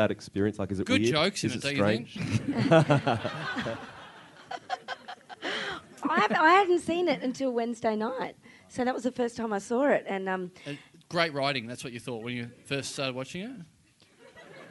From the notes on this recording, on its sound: No Lights, No Sound. Recorded LIVE (barely) at the Sydney Comedy Festival.